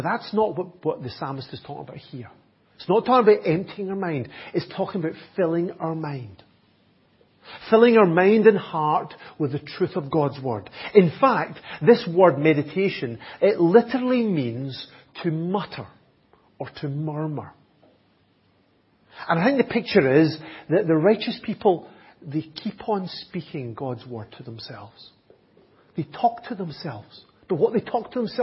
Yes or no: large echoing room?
yes